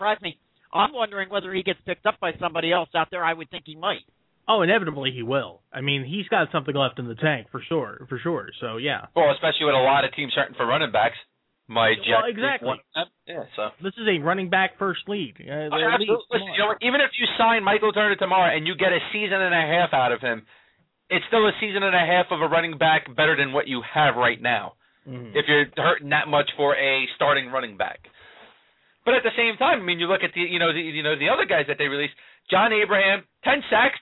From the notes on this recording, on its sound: take live calls from their listeners around the country